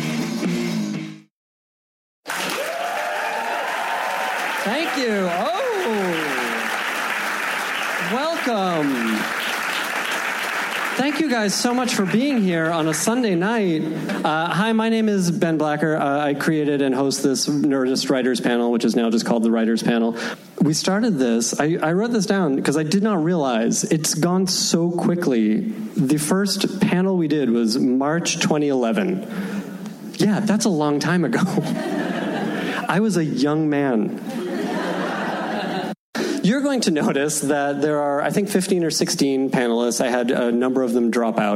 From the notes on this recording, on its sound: Recorded at Largo at the Coronet on November 6, 2016.